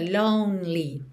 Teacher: Esse E no meio da palavra lonely não é pronunciado, então fica lonely, tá? Do N você já vai direto pro L